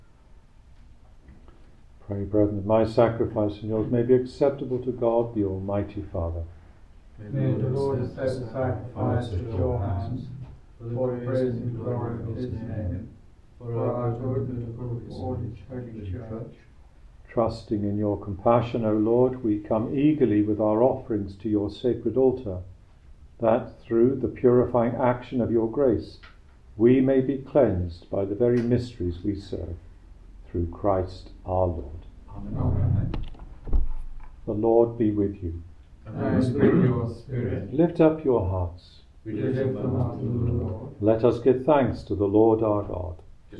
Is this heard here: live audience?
yes